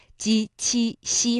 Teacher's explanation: 大家会留意到这些声母呢在舌面上会格外的用劲儿